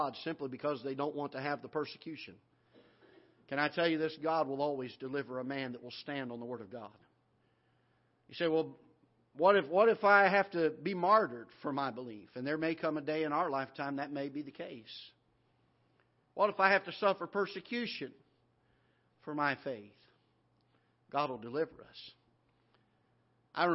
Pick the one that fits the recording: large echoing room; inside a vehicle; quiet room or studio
large echoing room